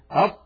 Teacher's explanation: تجدون بأن المخرج ينقفل انقفالا تاما. الطاء حرف مستعل، يعني عندما ننطقه ينضغط صوته إلى قبة الحنك، إلى سقف الحلق، فيتصعد الصوت ويصطدم بقبة الحنك بسقف الحلق، ويعود الصوت وله رنين مفخما. · Term: حرف شديد